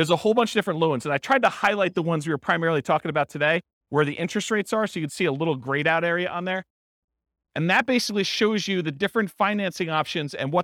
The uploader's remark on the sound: This was a live class recorded